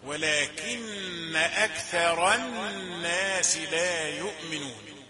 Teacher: ثاء رقيقة راء مفخمة